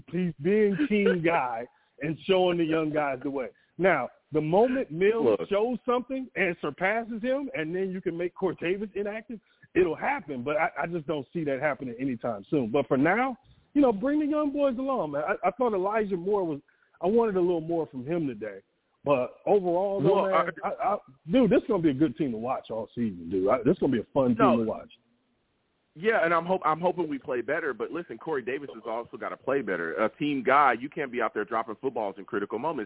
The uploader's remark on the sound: The callers went crazy on this show and the takes were flying! I take live callers!